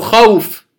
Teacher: الواو ساكنة لكن ما قبلها مفتوح فليست مدا، إنما تسمى حرف لين